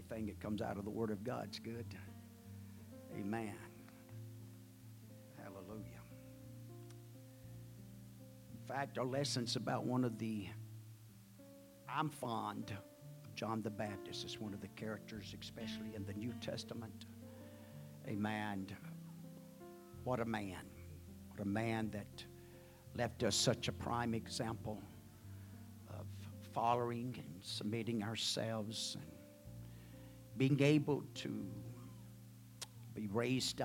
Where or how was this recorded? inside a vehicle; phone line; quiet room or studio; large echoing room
large echoing room